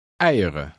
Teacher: Remember to drop the final N sound.